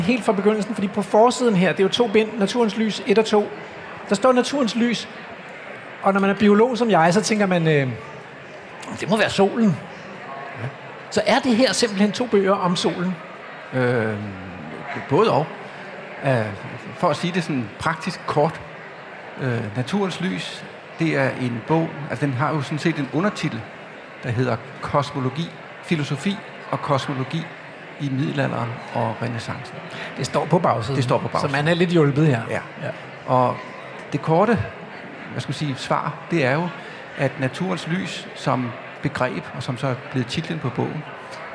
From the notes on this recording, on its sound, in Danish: Live fra Bogforum i København.